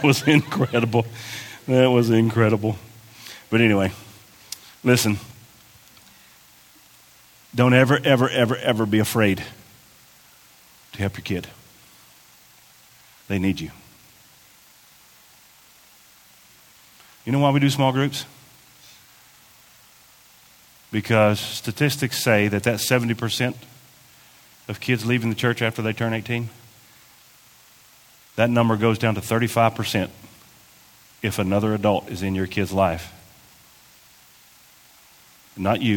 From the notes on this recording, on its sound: This was recorded at our South Campus in a meeting with parents and volunteers.